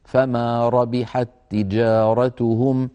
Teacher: تاء متحركة، فالتقى في النطق تاءان والأول ساكن لوحده، فلهنا ندغم التاء في التاء حتى تصير تاء واحدة مشددة، فما ربحت تجارتهم، هذا اسمه إدغام صغير.